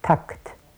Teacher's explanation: Das A ist sehr lang, das ist ungefähr 150 bis 200 Millisekunden lang. Und dann kommen dicht hintereinander das K und das T, also die beiden auslautenden Explosivlaute.